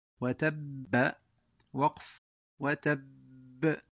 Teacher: الوقف بالسكون مع القلقلة وإظهار التشديد